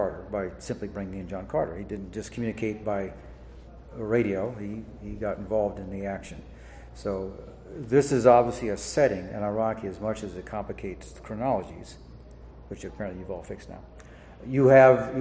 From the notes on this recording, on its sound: PulpFest 2023. The panel was part of ERB Fest.